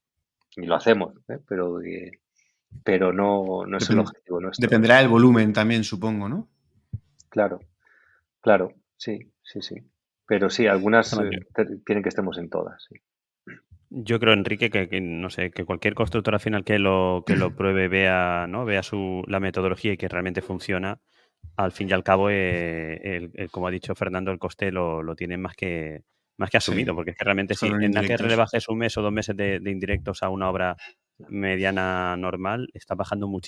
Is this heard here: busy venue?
no